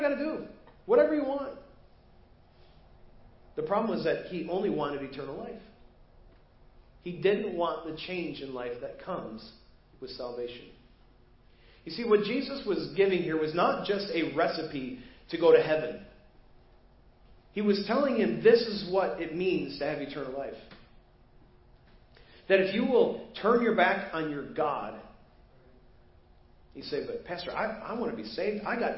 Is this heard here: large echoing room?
yes